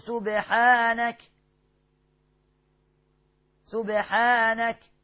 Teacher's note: قالوا مد مدين طبيعيين، سبحانك الباء مقلقلة والحاء مرققة والنون مفتوحة والكاف ساكنة غير مقلقلة مهموسة